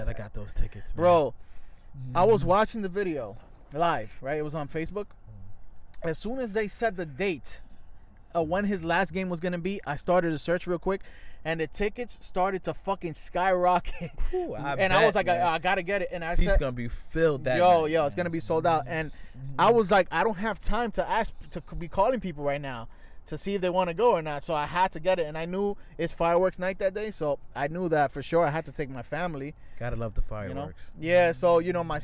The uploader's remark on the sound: live from citi field parking lot